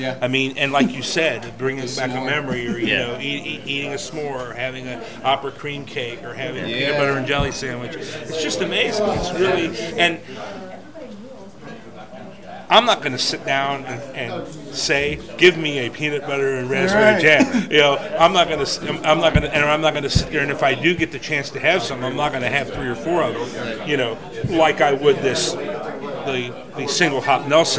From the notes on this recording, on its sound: DogBerry Brewing in West Chester. This week we head out on the road to DogBerry Brewing. For our first "experimental" road show and live test.